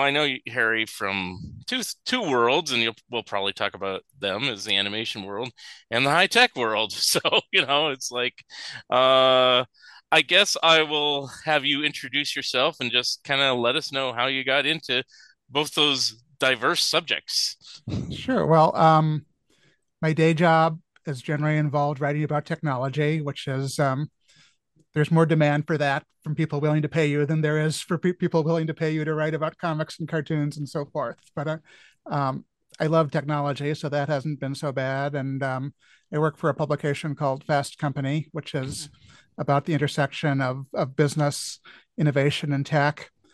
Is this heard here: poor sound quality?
no